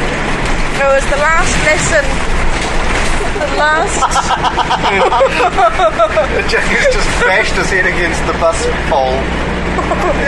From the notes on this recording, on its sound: This buscast was recorded on quite possibly the loudest and rattliest bus on the circuit – and there is a short comfort stop.